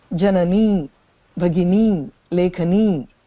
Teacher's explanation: when we say these strilinga, there should be a little bit of length at the end